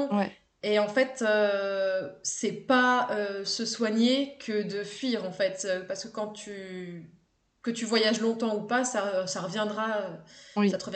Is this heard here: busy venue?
no